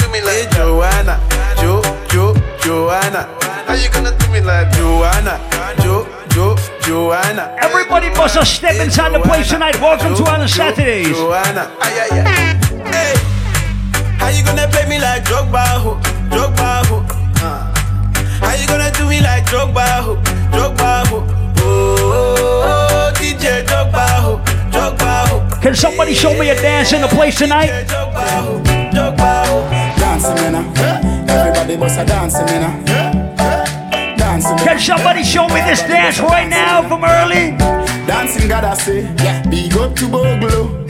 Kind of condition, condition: setting, busy venue